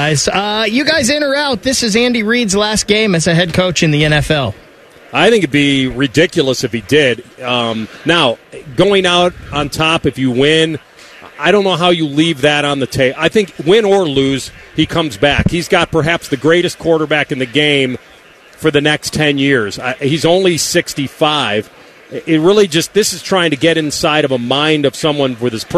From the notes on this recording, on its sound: Live from Radio Row in Vegas!